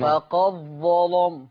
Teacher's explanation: هنضغم الدال في الظاء ونغلظ اللام